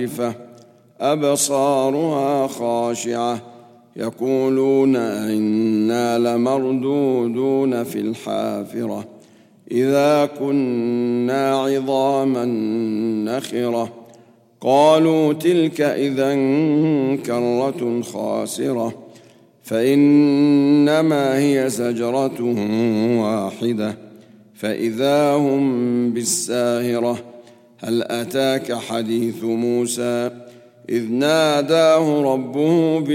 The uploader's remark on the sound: at the Houghton Masjid (West Street)